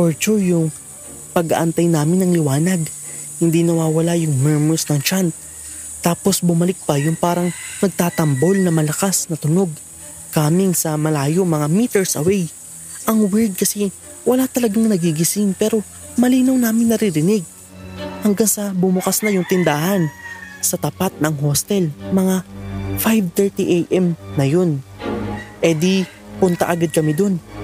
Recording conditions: sounds in the background